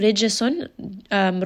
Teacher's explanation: Ra here in this case is light. Jeem is going to have qalqala. Has a little bit of that bounce.